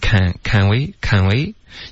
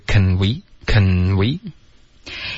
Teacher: can 的这个 n 的音，舌尖还是要顶着上颚 · Shown in: second take